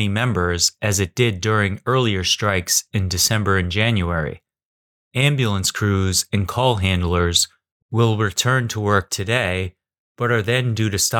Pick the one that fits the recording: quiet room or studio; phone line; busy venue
quiet room or studio